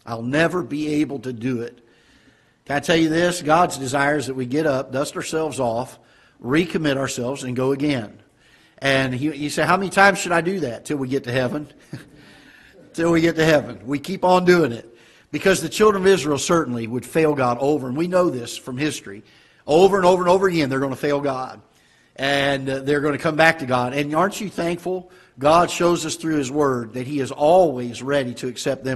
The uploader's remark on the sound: Ketha Heights Baptist Church ~ Live Broadcast